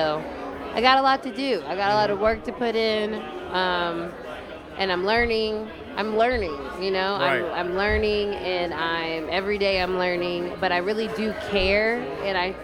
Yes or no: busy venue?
yes